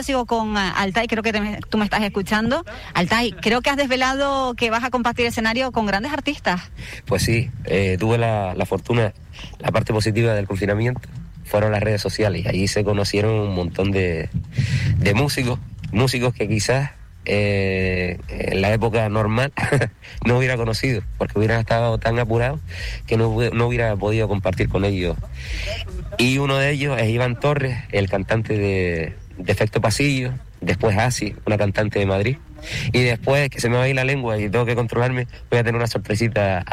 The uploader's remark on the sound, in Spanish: Radio Insular en directo en el acto de presentación de ‘Aires de FEM’ en El Cotillo. Se acercaban este martes hasta el municipio de La Oliva para el acto de presentación de ‘Aires de FEM’.